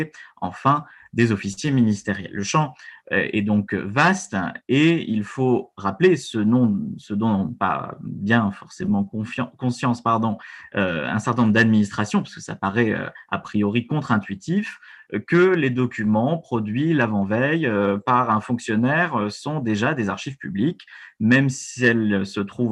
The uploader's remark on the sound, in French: Enregistré sur Zoom le 4 février 2021